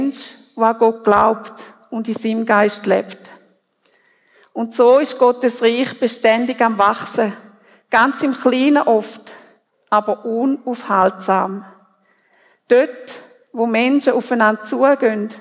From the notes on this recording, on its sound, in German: Predigt Loehningen. Familiengottesdienst zu Erntedank 2023.